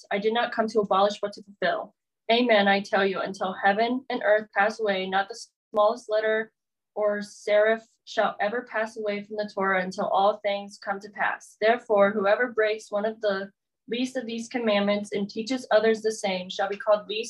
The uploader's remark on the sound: The audio quality is not that great and there are moments where some of our words cut out for a short time.